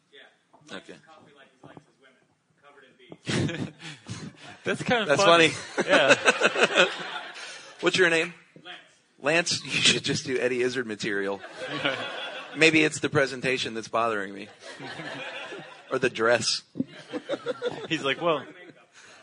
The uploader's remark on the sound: Recorded live at the Los Angeles PodFest.